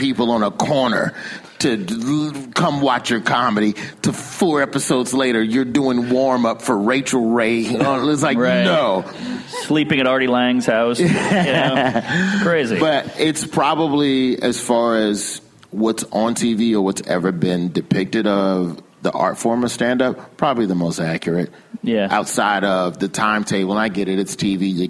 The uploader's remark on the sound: Recorded live during Clusterfest 2018 in San Francisco. Comedy Central was kind enough to ask me to host a series of Clusterfest panels for the media that they called fireside chats.